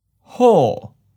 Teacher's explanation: Second tone, high falling